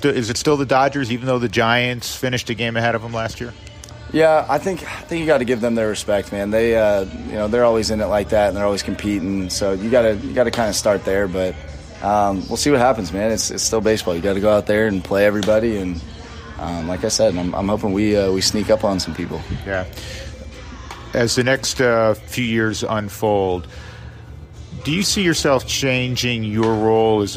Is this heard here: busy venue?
yes